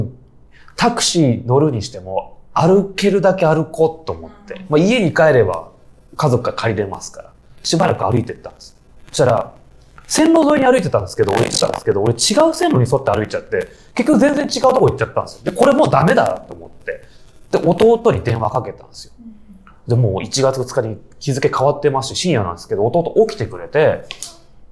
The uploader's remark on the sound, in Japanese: なぜか音声にノイズがはいっております